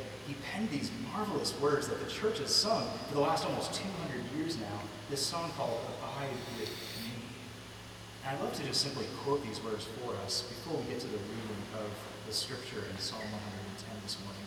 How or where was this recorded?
large echoing room